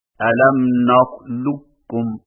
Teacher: قاف کی آواز کو بالکل ختم کر کے صرف ایک قاف مشدد سے پڑھیں